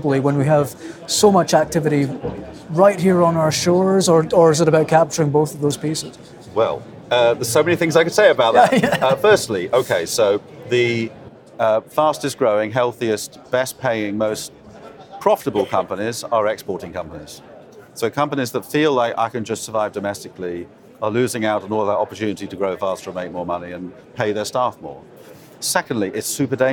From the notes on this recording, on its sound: In this pod, again from day one of the Energy Exports Conference at P&J in Aberdeen.